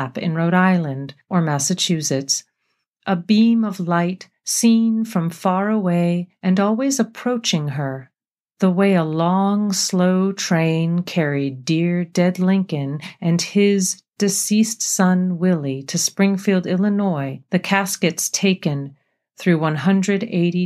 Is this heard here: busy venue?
no